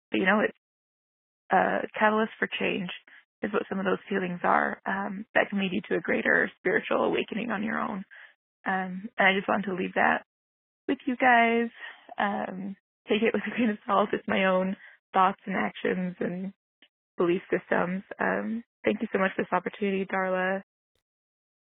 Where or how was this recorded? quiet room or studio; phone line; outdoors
phone line